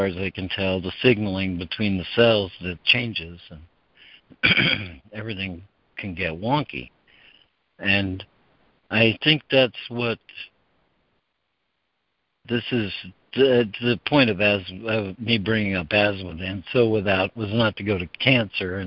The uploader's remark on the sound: ACIM Daily Conference Call